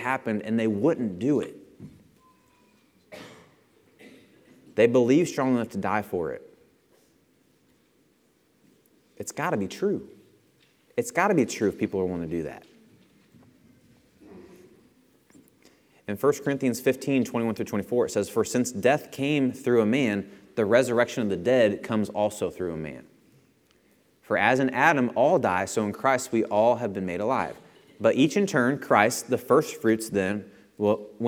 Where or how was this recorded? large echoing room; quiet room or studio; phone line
large echoing room